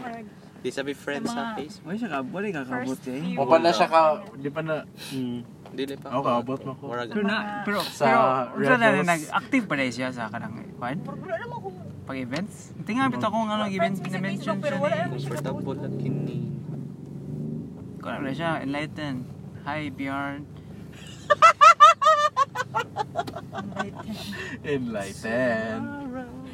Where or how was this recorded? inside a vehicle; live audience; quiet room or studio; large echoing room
inside a vehicle